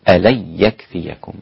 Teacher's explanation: ألن يكفيكم أن يمدكم ربكم، ألن يكفيكم إدغام مع الغنة نون ساكنة، ألن يكفيكم مع الياء، أسقط الغنة هنا الإمام خلف عن حمزة